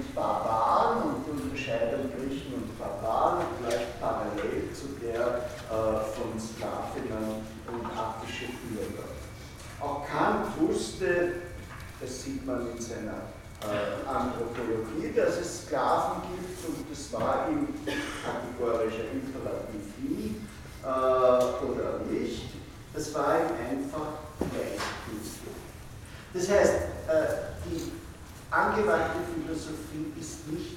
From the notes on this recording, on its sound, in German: Diese Vorlesung wurde von Studierenden aufgenommen